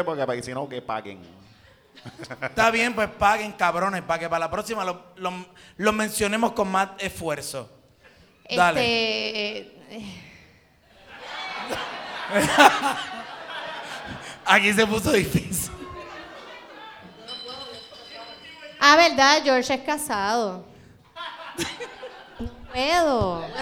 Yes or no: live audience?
yes